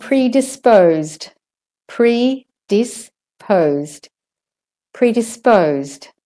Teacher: remember when you're doing all of these P's at the beginning of words that it's an aspirated P, not a stopped P.